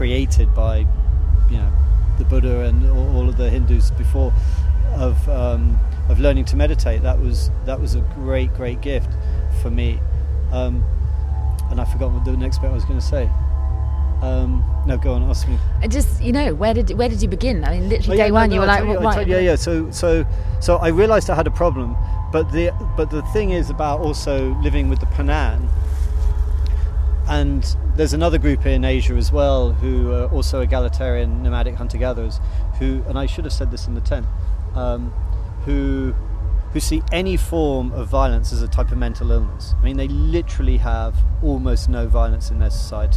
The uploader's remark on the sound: goes to NOISILY festival in Leicestershire